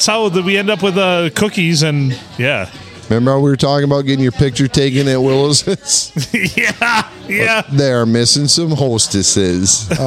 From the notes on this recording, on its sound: Recorded at the Blue, on a Saturday afternoon as the place got busier and busier.